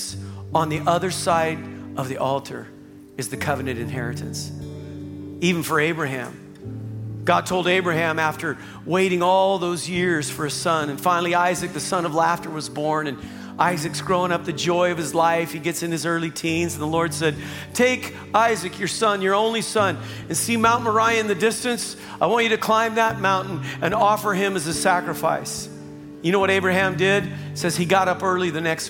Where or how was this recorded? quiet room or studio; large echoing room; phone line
large echoing room